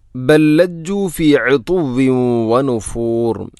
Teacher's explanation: ഒന്നാമത്തെ ലാമിനെ രണ്ടാമത്തെ ലാമിലേക്ക് ഇദ്ഗാം ചെയ്യുന്നു, കൂട്ടി ലയിപ്പിച്ച് ഒതുന്നു